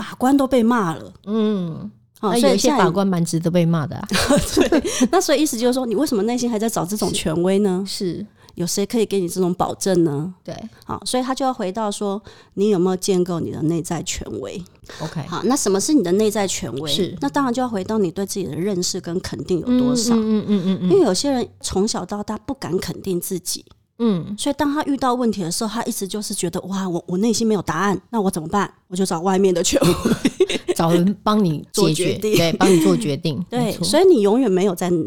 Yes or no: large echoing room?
no